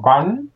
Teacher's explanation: The N is a retroflex, so you put your tongue up, bang, like the Indians do.